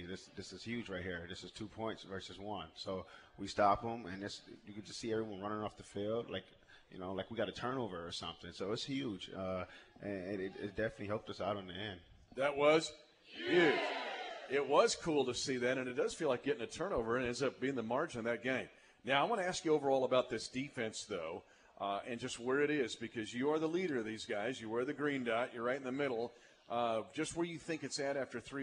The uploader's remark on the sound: broadcasts live from the Hy-Vee Market Grille in the Northland